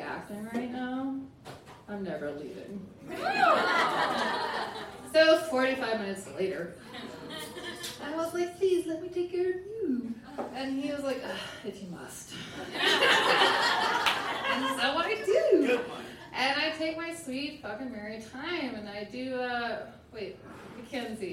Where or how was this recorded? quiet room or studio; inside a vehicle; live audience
live audience